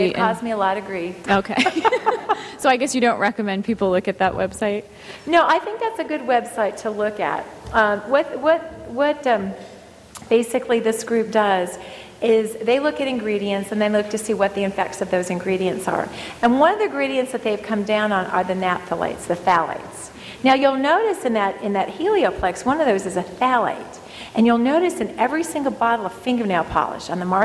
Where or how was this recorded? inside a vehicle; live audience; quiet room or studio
live audience